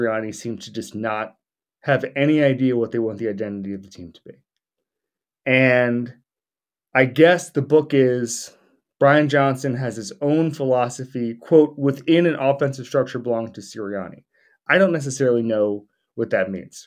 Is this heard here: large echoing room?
no